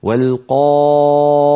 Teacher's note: الألف فخمت لأنها سبقت بقاف والقاف من حروف الاستعلاء فهي مفخمة دائما